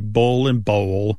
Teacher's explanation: movement of the tongue pulls the vowel that comes before the L in a new direction · Term: dark L